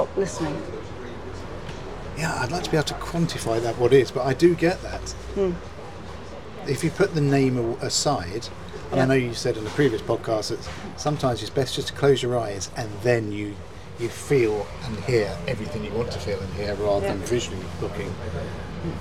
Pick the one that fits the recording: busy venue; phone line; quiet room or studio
busy venue